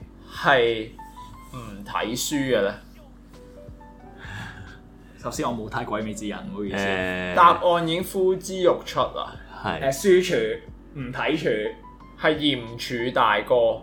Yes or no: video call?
no